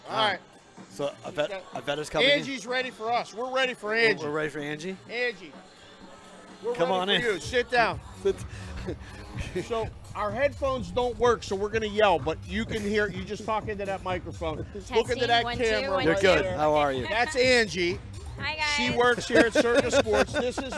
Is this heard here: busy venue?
yes